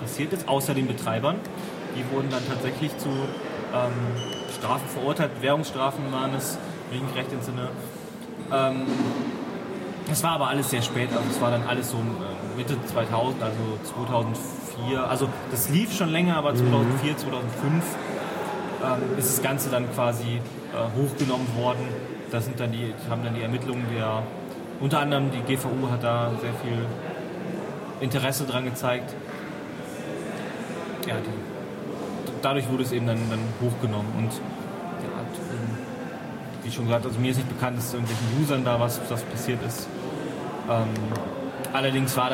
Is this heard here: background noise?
yes